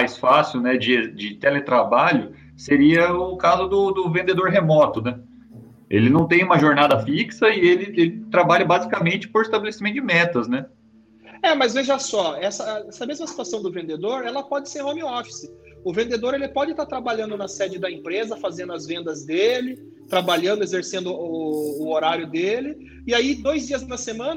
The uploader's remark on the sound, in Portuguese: PodCast gravado via videoconferência